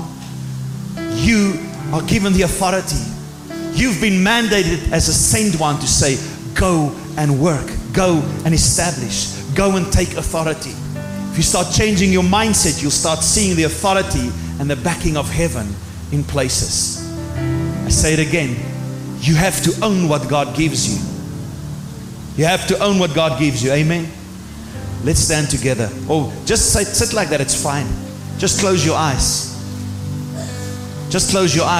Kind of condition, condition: setting, large echoing room